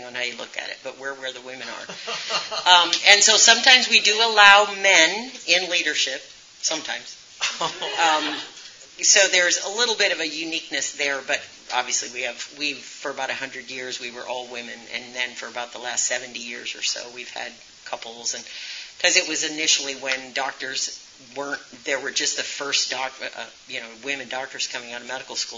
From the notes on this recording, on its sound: Each person who attends will receive a card when they enter the room. Receive questions from the floor.